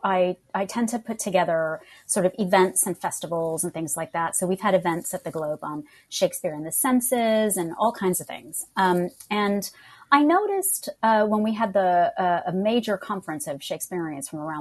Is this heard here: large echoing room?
no